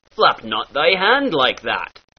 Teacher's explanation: The second sound, the a in words like map and hand, darkens just a little bit